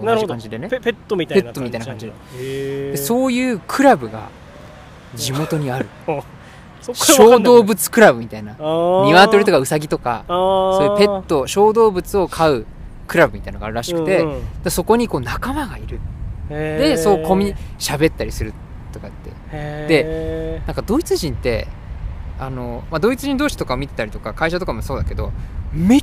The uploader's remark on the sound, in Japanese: ツキイチ焚火ラジオ in ドイツ。ドイツで青空公開収録。